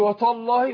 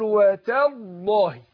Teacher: التاء نطقتها ايه طاء. لا انا برقق التاء اقول وتاء وبعدين ادخل على تفخيم لام لفظ الجلاله · Shown in: second take